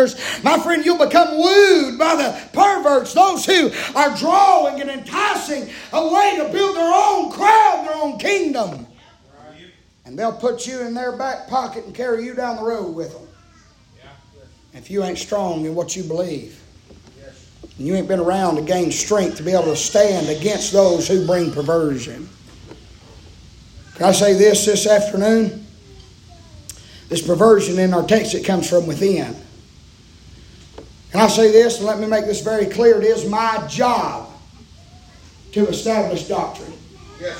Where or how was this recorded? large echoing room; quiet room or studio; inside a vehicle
large echoing room